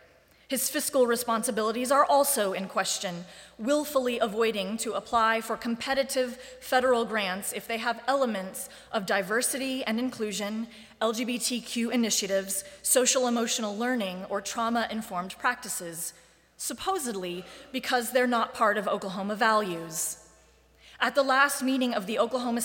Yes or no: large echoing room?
yes